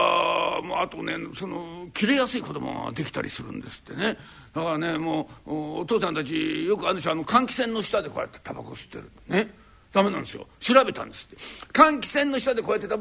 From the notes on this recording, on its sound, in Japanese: 築地本願寺・ブディストホールにて収録した